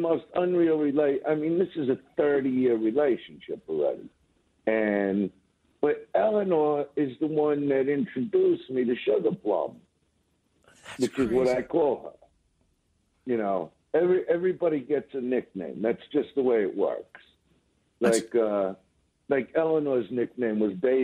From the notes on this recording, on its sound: so we got him on the phone